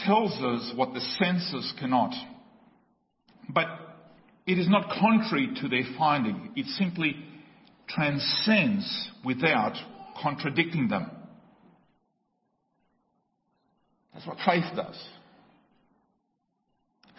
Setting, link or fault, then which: setting, large echoing room